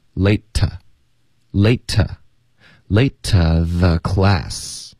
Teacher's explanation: you were 50有时候学生会问我，就是老师五十和十五的英文这发音怎么区分啊？50 15就特别相似，那美式的发音就简单了，因为五十会用一个的的发音，十五会用一个特的发音，50 15 50 15，所以美式的发音这方面会比较简单一点。OK，好，后面的 minutes late late 的特我们会省略，50 minuteslate，然后 late to 这个后面的 to 这个字呢，我们就弱读成特，所以这两个字 late to，我们就实际上会发 later theclass。You were 50 minutes late to the class.看来重点在